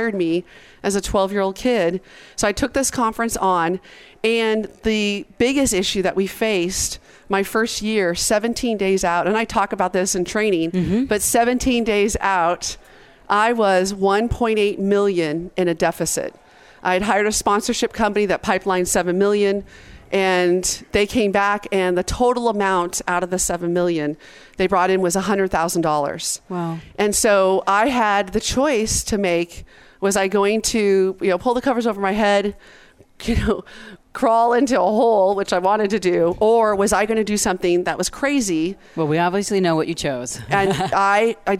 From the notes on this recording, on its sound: Join VoiceAmerica and Special guest Hosts as we Broadcast day 2 Live form the Largest Women's conference in the USA! We will be live for 2 days bringing you all the event action, keynote speakers and VoiceAmerica hosts.